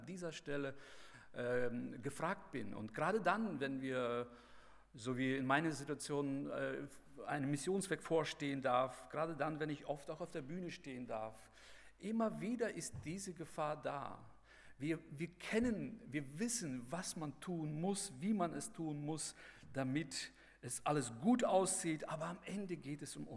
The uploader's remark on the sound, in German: bei der Eröffnungsandacht des Bibelseminar Bonn